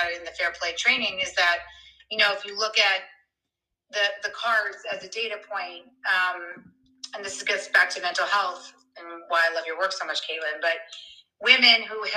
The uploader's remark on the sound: The audio is not great on this one.